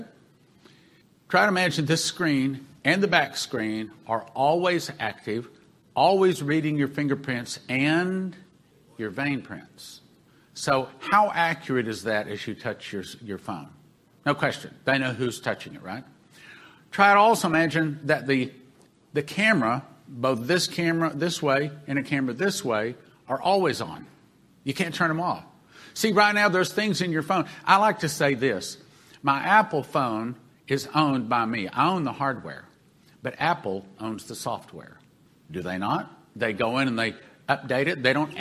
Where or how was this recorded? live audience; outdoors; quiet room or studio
live audience